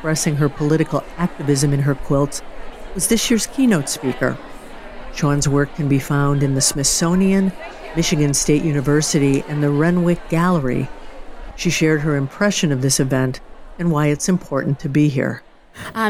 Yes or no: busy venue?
yes